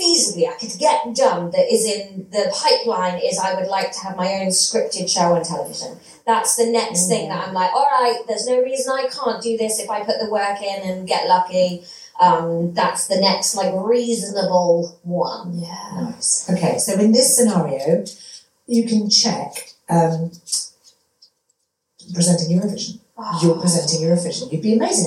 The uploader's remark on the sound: It was recorded at the Brighton Fringe at Sweet Venues, definitely not in a toilet. Apologies that it does sound a little toilety.